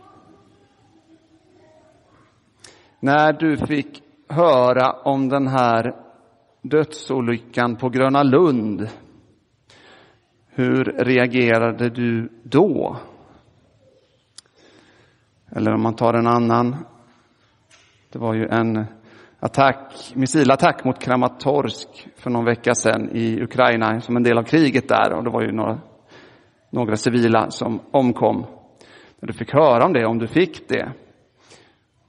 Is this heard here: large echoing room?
yes